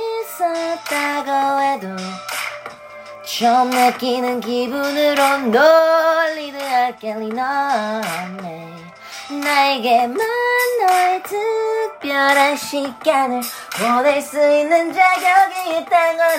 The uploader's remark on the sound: It&apos;s a one-take recroding without any edits via my phone, so please be generous with the low quality. It's a one-take recroding without any edits via my phone, so please be generous with the low quality.